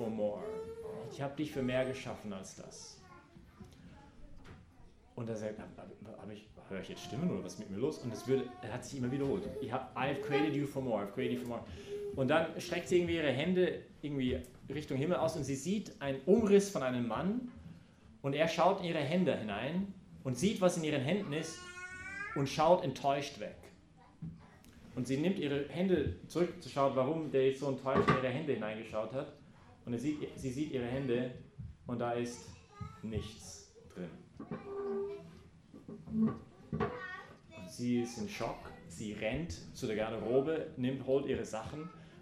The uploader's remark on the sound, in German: Dies ist die Predigt von der Messe am Sonntag, den 22. Im Zentrum Johannes Paul II.